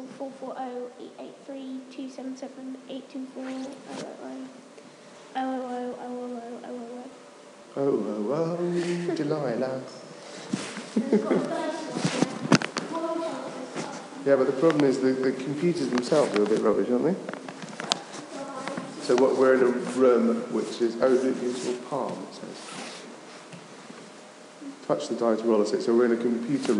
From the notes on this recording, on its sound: This is another of our intrepid and and about recordings. Hopefully what it loses in sound quality it makes up in atmosphere.